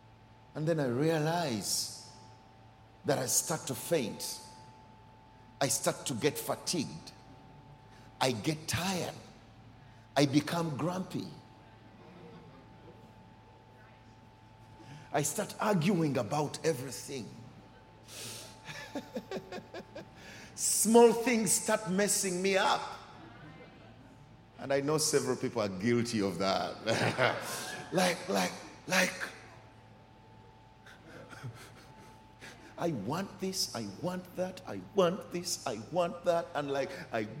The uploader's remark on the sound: Recorded during our 9am service